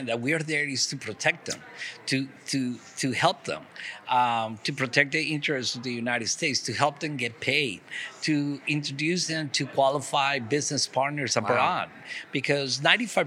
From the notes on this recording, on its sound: Recorded live at this year’s Florida SBDC Network Small Business Success Summit hosted at The Westin Fort Lauderdale Beach Resort.